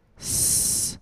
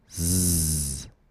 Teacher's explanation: the form and movement is the same for both sounds. The only difference is the voicing.